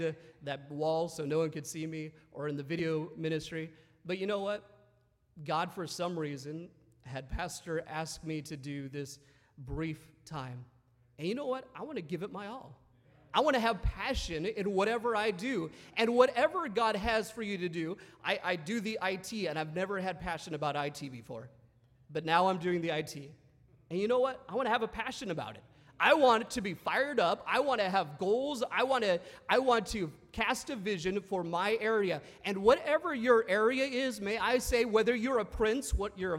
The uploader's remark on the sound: at North Valley Baptist Church in Santa Clara, California, during the Wednesday Evening service on January 3, 2024